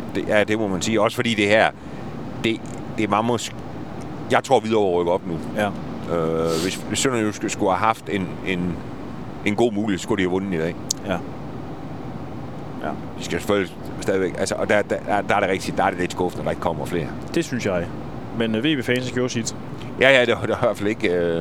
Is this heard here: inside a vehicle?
yes